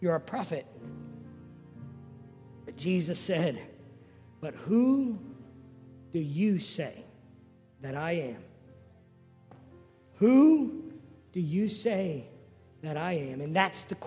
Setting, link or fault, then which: setting, large echoing room